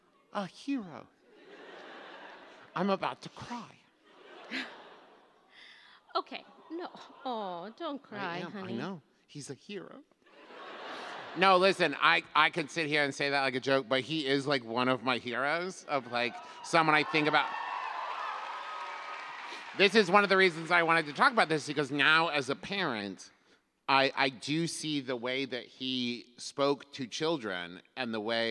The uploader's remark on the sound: Recorded LIVE in San Jose!